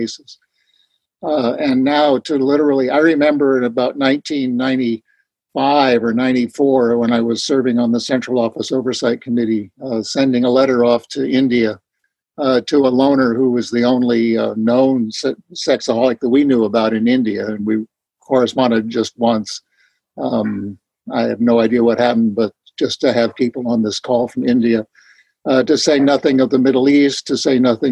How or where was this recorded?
video call